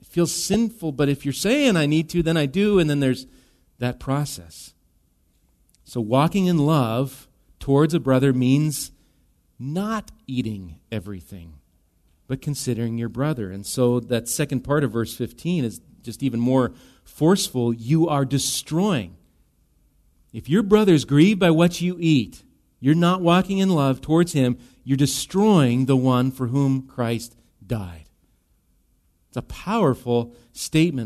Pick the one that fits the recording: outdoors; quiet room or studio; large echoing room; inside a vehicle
large echoing room